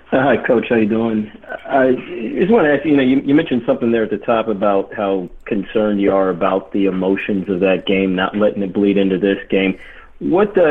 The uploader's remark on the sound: College Football Playoff Teleconference